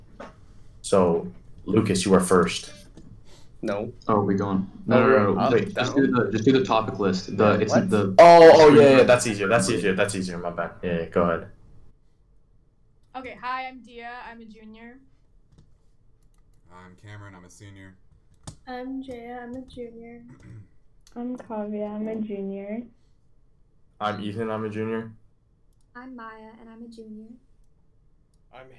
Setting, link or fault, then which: fault, poor sound quality